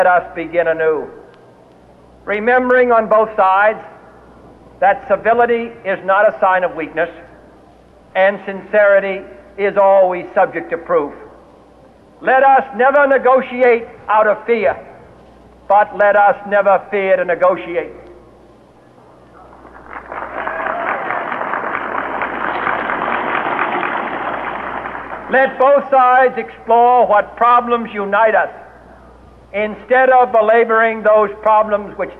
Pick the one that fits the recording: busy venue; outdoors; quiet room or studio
outdoors